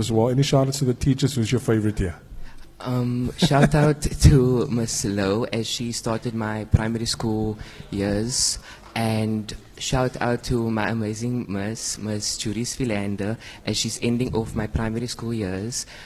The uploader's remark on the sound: live at Keep Cape Town Warm